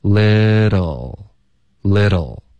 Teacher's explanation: 贯的发。little 也是这个问题，很多的学生就其实是在这个的音上呢发的太暴力了，也就是的这样 little 这个舌头能软一点的弹一下就够了